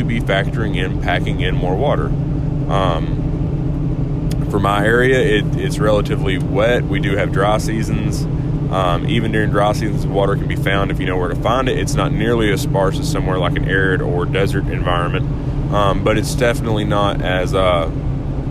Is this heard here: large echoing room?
no